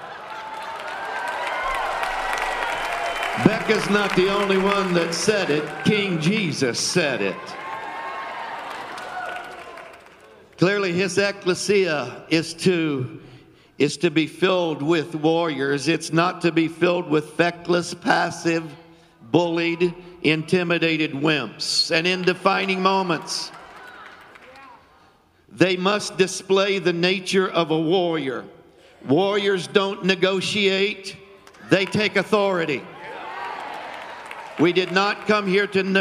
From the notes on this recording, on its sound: Filmed live on 10/09/20 at the Reset Conference hosted at The Oasis Church, Middletown Ohio.